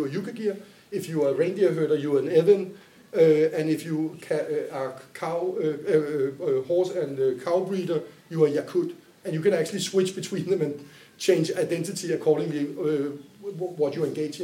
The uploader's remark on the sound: The Anthropological Happy Hour Podcasts are based on recordings from the Monographic Happy Hour events, which the Anthropological Association of Denmark cohost with the department of Anthropology at Copenhagen University.